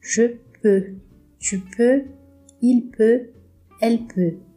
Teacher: Esse som do peu aqui é o mesmo som lá do vê. é o nosso e com a boca do o